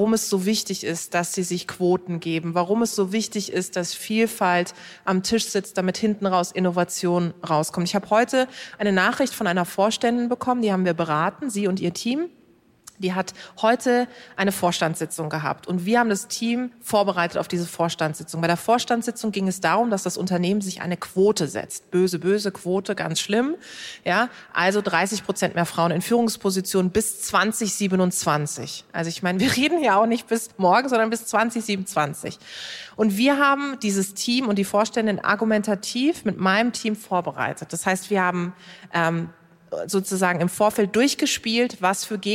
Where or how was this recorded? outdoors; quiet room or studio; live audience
live audience